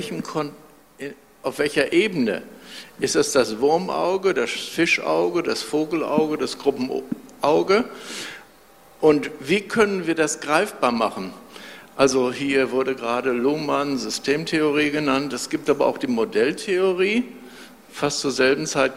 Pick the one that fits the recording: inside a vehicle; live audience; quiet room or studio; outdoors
live audience